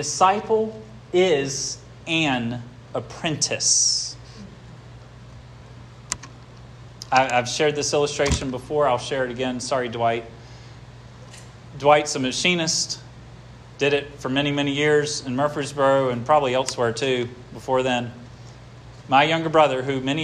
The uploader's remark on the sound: This sermon was preached at Hope Fellowship